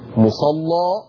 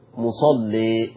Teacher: يبقى انا لما فتحت غلظت، ولما قللت رققت · Term: تغليظ اللام